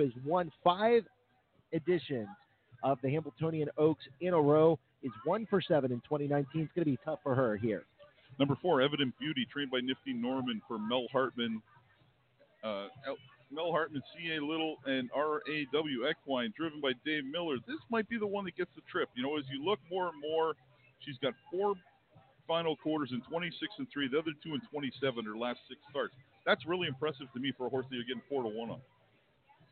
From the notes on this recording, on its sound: live from Meadowlands Racing and Entertainment in New Jersey